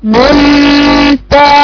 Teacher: وانا بقرا مثلا النون اللي بعدها تاء هل انتم منتهون منتهون. طرف اللسان بيقوم من النون ينتقل الى التاء